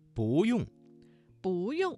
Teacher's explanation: 这个词当中的不字在四声之前变成了二声